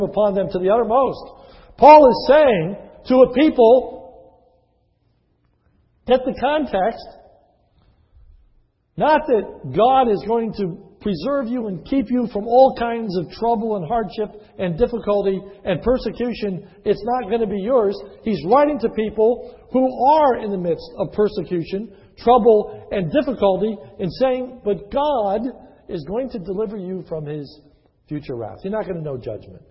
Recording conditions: large echoing room